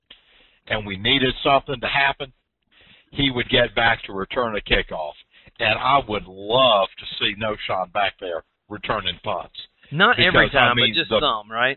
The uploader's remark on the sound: Thanks for some great audio comments this week from our callers.